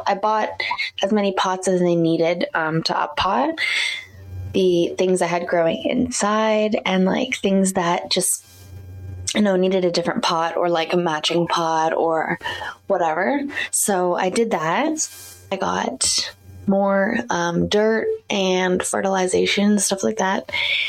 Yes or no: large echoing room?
no